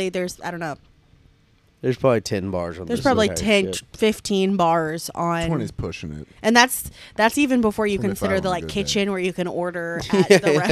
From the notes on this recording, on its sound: We apologize for the slightly rough audio it was recorded and edited while still on the cruise ship.